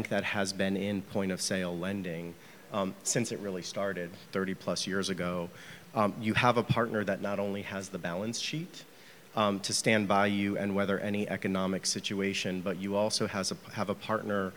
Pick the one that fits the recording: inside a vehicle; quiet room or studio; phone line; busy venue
busy venue